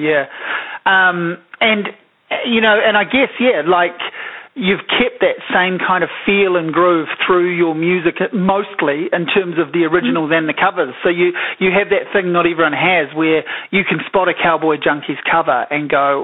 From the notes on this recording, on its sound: A phone conversation